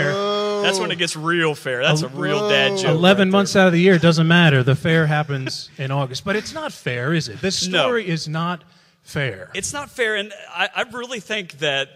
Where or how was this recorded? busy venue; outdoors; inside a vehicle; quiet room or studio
busy venue